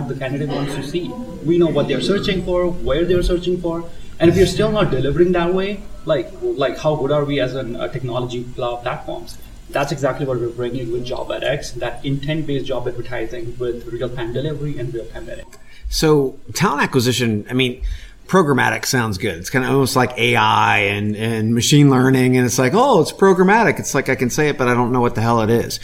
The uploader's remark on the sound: Live from SHRM Talent in Las Vegas